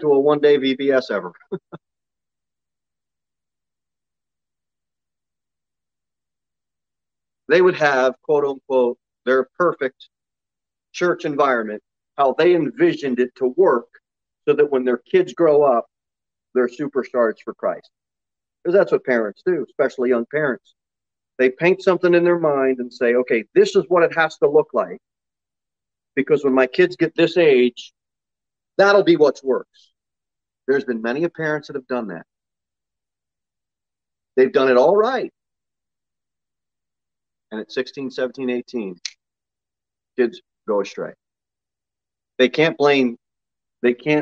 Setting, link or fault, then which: setting, large echoing room